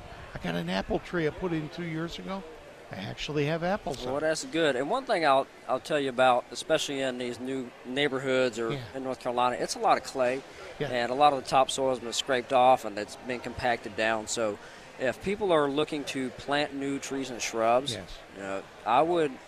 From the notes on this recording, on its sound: broadcast live from the North Carolina Outdoor Living Show